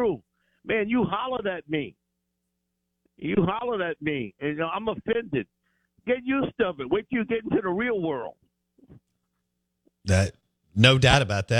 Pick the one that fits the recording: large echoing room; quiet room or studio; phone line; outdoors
phone line